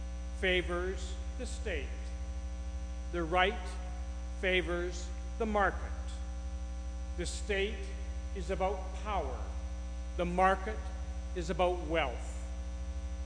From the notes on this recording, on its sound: the audio quality of this week’s podcast contains a buzz, due to microphone issues